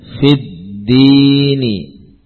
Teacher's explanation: mengapa fa kasrah ini justru tidak panjang? Karena bertemu dengan tasydid di kata yang lain.